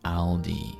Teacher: So you may have to make sure that sometimes you don't use the lu sound and just try and drop that u from the end of lu and try to say Aldi instead of Arudi.